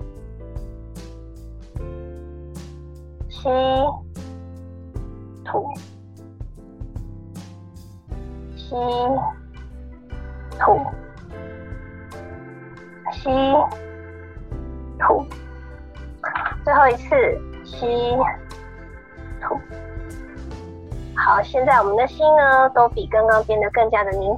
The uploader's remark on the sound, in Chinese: 本集節目採用遠端錄音，音質不佳請見諒